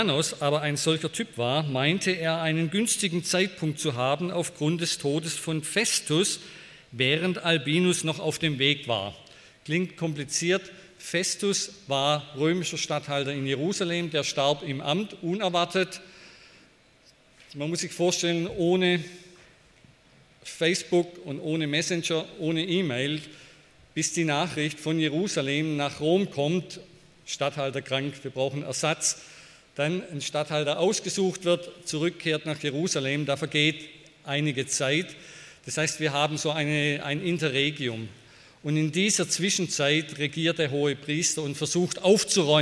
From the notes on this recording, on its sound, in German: bei einer Veranstaltung der Liebenzeller Mission